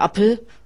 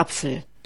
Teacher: die nicht durchgeführte zweite Lautverschiebung. Und das ist eben dieses P, so wie im Englischen · Shown in: first take